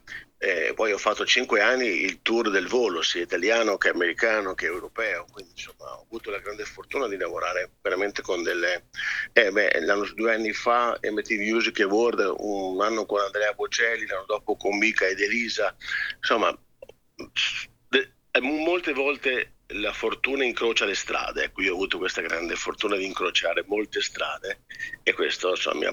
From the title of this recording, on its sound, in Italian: INTERVISTA TELEFONICA